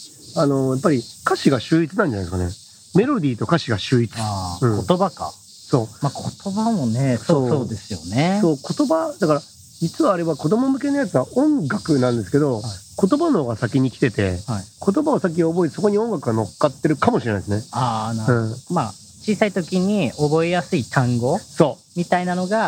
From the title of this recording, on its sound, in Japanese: 屋外収録編